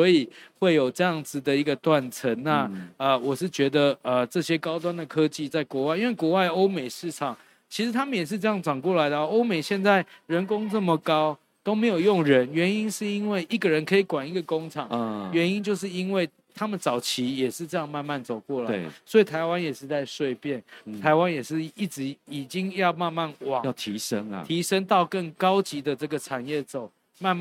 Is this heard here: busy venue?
yes